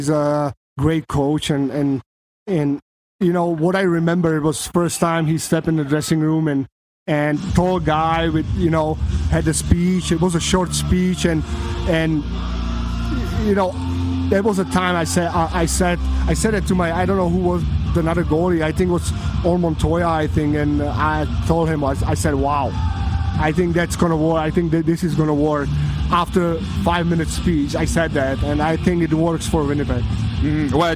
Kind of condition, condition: setting, busy venue